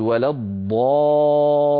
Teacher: ننطق لامين، لام ساكنة يتلوها لام مكسورة